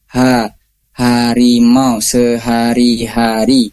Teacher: saat kita ada di huruf H, ada di awal dan di tengah huruf, itu biasanya kita mengucapkannya dengan H kasar.